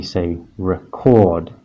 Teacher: But in that second word, so record, as in record an interview, you'll notice that we stress a different part of the word. So in the two-syllable word, one, two, record, the stress is on the second syllable, chord. So we say record.